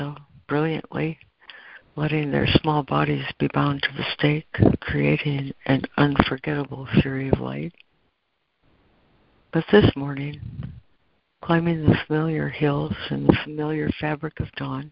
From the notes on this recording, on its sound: ACIM Daily Conference Call